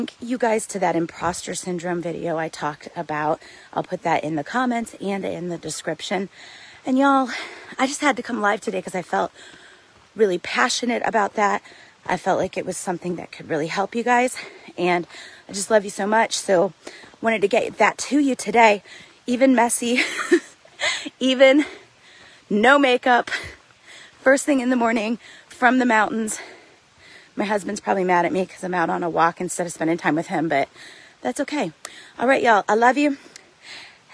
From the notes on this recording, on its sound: The audio on this might be a little grainy, and you might hear me get a little out of breath at times, because I literally recorded it while on a hike in the mountains.